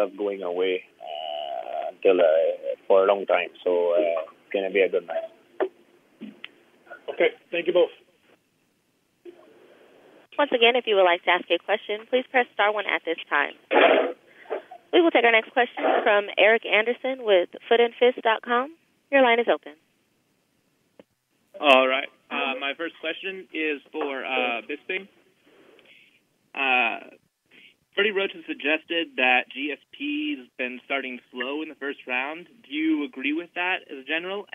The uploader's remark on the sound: UFC 217 Conference Call